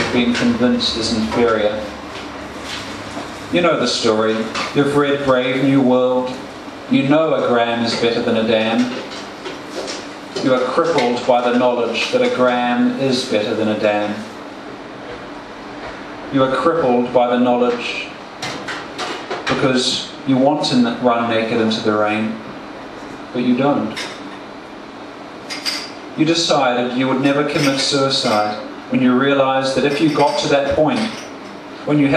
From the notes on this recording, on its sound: Performed at Bar Oussou on Sydney Road, Melbourne 2016-03-14 at the exuberant and inclusive spoken word open mic